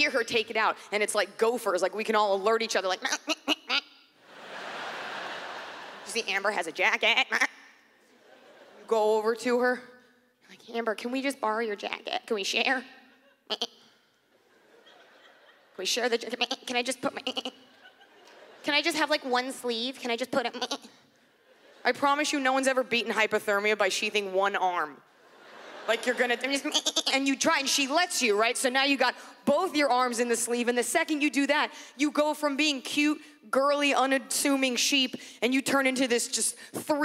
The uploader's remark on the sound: brings her high energy comedy to the stages of the Montreal Festival